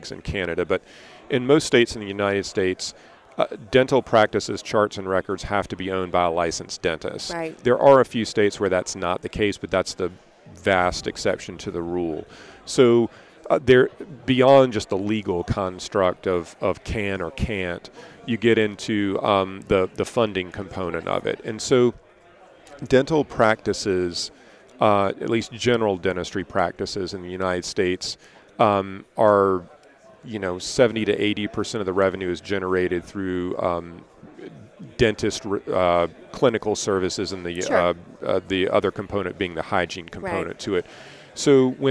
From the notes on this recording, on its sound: episode recorded at the Voices of Dentistry Conference